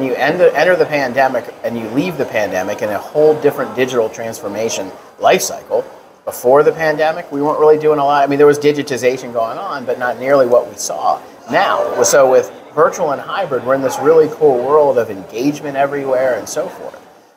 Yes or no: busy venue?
yes